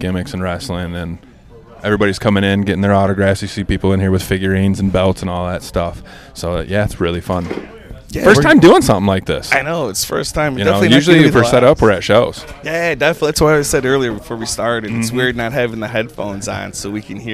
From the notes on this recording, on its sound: this one was recorded at 9 Planets Comics and Collectibles Summer Suplex event